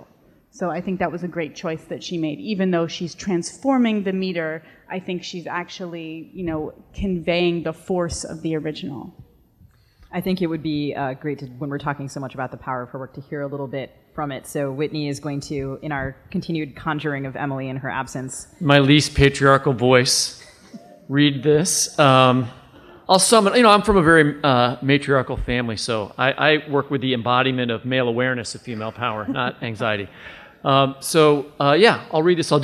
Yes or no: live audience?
yes